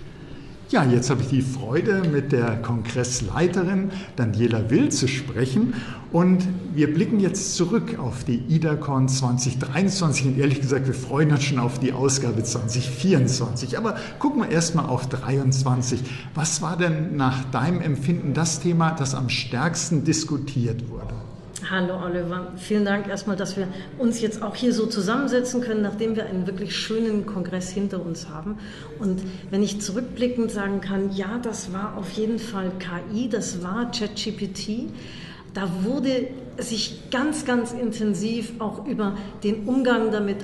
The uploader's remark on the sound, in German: Live von der IDACON 2023